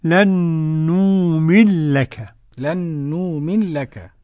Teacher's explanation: أدغم السوسي النون في اللام